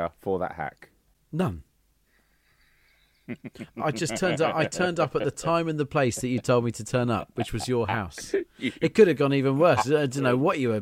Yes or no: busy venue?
no